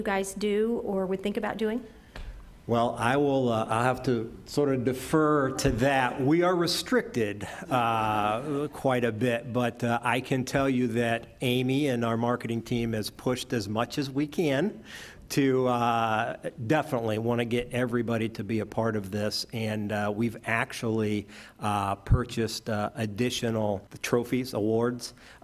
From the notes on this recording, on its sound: moderated a panel at the Columbus Metropolitan Club